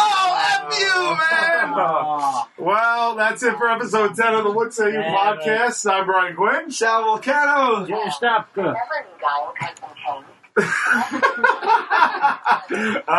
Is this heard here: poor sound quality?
yes